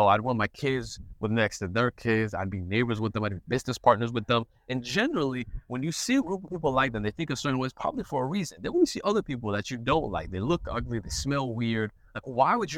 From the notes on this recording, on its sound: An old school type podcast episode outside, enjoying nature, and as the wind blows so does the cigar smoke.